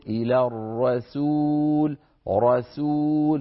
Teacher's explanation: يفخم السين بسبب مجاورتها للراء، فعلينا أن نقول إلى الرسول رسول، فنفخم الراء ونعود مباشرة نرقق السين